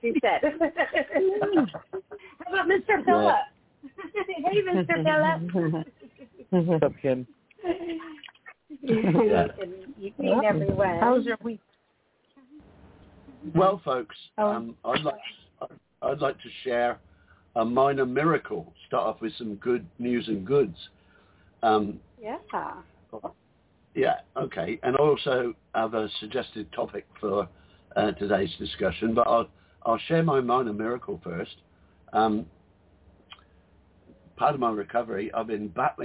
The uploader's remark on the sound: Those who call in will form a panel